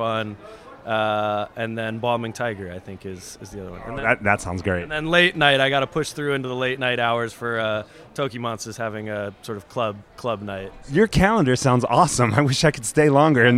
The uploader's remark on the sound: Reporting live from SXSW!